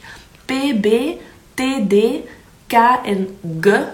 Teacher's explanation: Je gaat druk opbouwen in je mond, je lippen sluiten en je laat dat los. Je laat dat ploffen, dat is een plofklank.